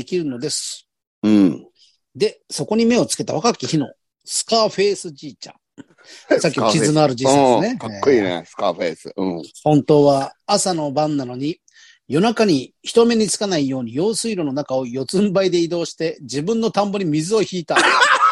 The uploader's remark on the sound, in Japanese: ZOOMで収録〜。